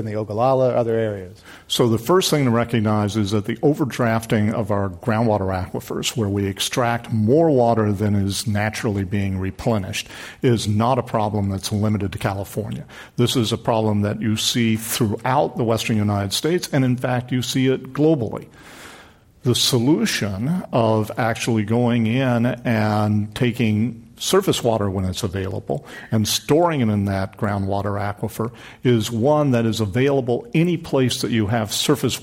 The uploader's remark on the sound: This program was recorded live at The Commonwealth Club in San Francisco on May 24, 2017.